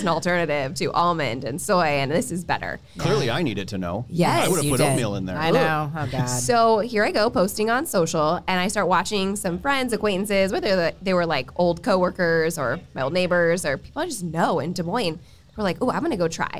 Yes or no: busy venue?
yes